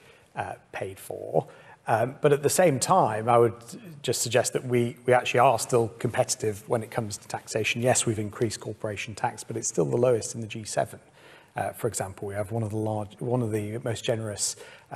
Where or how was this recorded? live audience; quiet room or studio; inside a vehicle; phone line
live audience